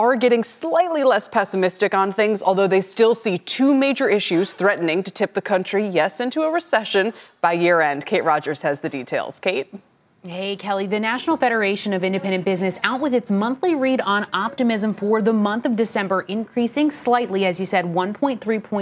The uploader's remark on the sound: Live from CES! The Consumer Electronics Show in Las Vegas is underway.